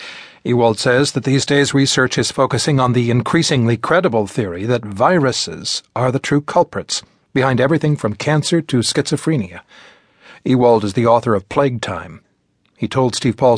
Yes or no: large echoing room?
no